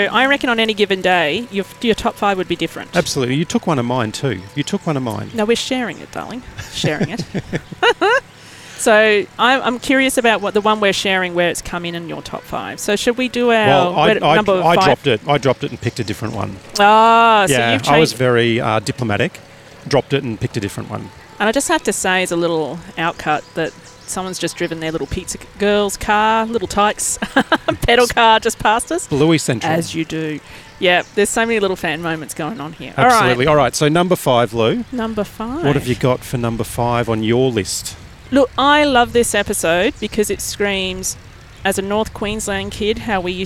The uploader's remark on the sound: We grabbed the card table, and wound our way down to record a podcast ep at South Bank, right near the van! Culminating at the South Bank Parklands in Brisbane.